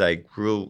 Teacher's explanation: the R, the consonant R, is almost like a W.